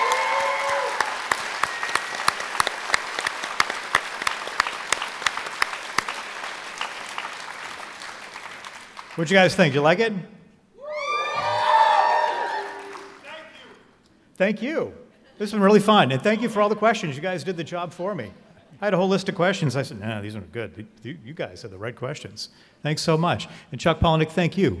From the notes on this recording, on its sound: This conversation was recorded live on September 12th, 2023.